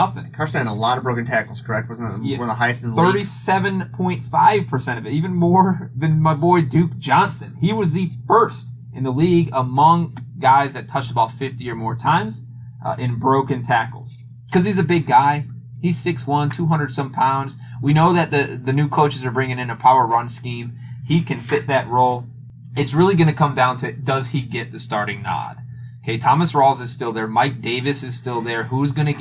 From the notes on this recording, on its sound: tripped on a wire and fucked up the audio quality